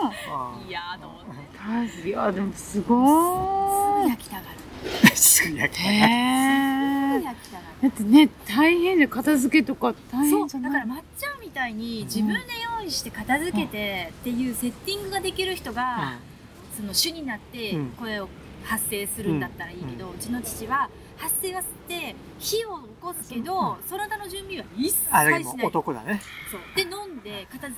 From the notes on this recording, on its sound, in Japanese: メンバーでBBQ（バーベキュー）をしてきました。今回はBBQ時に野外で収録し。